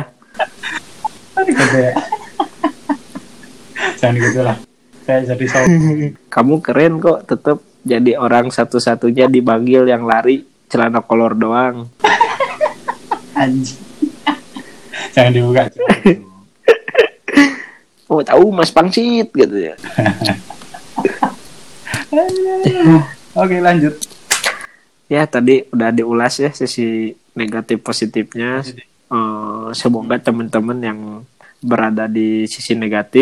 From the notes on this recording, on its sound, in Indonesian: Proses rekaman dari jarak jauh membuat suaranya putus-putus disebabkan gangguan sinyal. Ada yang tumpang tindih atau juga membingungkan akibat efek delay suara.